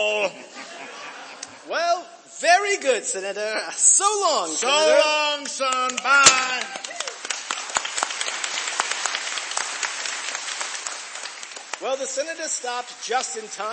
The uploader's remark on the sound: Re-Imagined Radio presented a live performance by Willamette Radio Workshop actors and other community volunteers at Kiggins Theatre in downtown Vancouver, Washington. Audience count: 133. Streamed live on American Senior Radio Network.